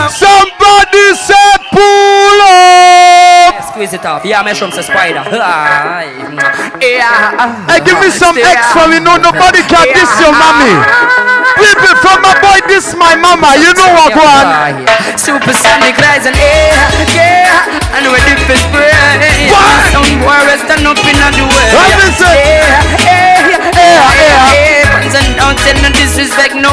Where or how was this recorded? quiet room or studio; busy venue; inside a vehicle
busy venue